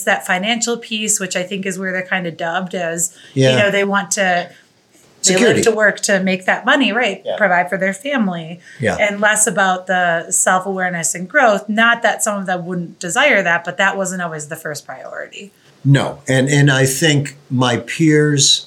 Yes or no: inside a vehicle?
no